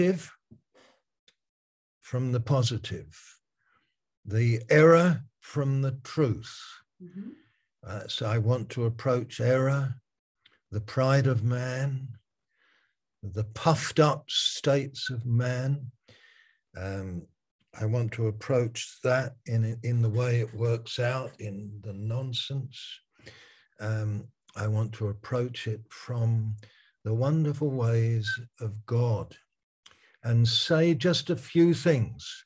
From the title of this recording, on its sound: Malaysia Meets (Zoom)